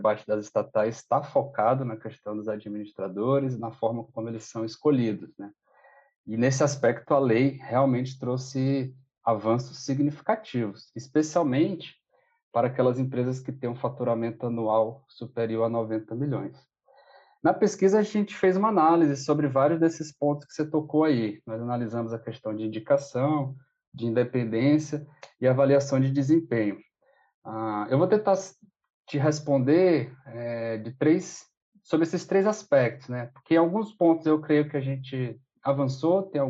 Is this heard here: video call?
yes